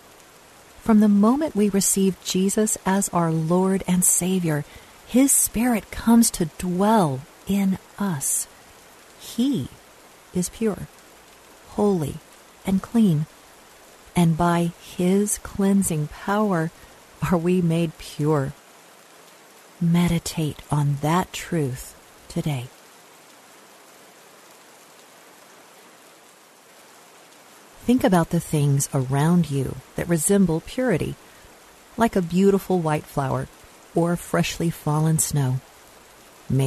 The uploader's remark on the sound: Relax to the sounds of rainfall.